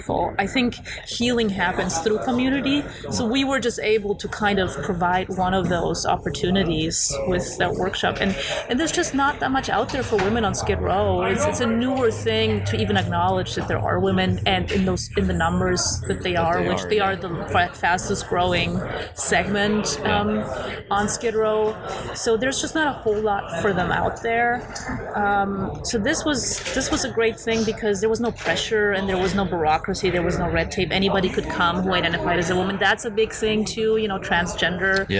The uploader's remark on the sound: Outfest 2018. We sat down in the heart of the festival for another amazing conversation.